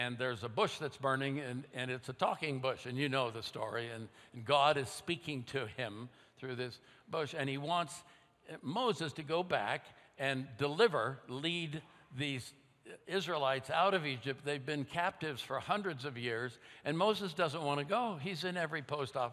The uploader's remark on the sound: at Timberline Church